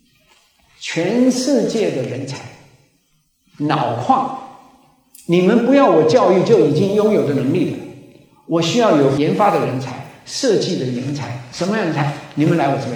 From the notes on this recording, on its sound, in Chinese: 高雄新書演講會現場錄音